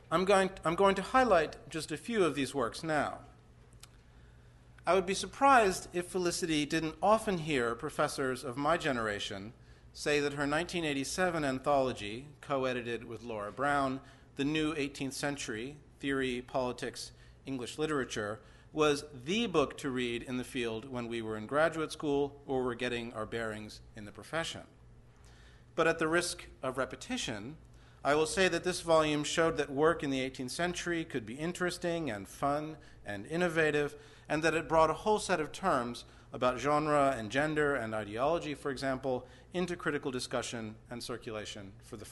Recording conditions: live audience